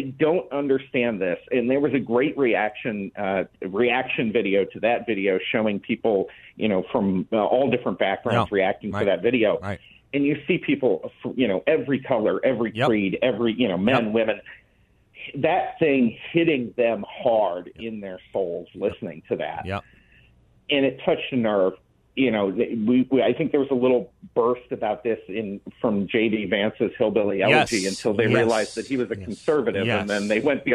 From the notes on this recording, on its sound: by phone for the full hour